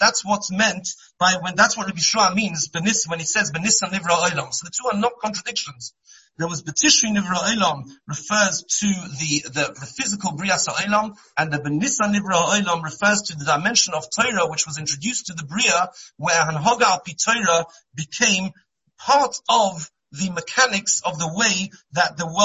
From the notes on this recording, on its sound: Shiur given on Monday Chol Hamoed over Zoom.